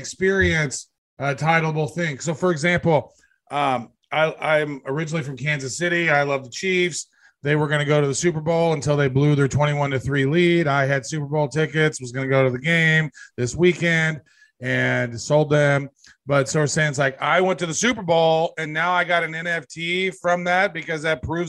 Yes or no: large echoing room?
no